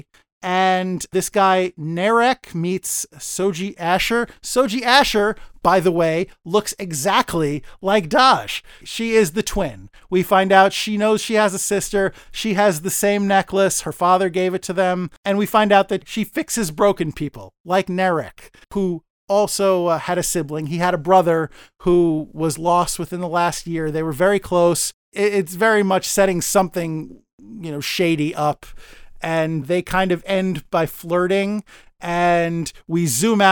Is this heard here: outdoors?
no